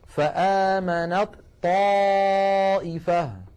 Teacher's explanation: وهي من مخرج الطاء، فإذا وصلنا كلمة آمنت مع كلمة طائفة نحول التاء إلى طاء ثم ندغم الطاء الأولى في الثانية